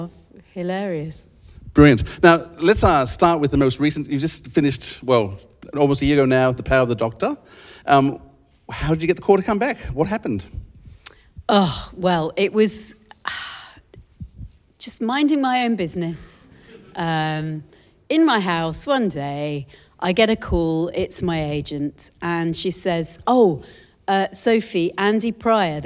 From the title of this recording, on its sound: Live in Sydney - 13th May 2023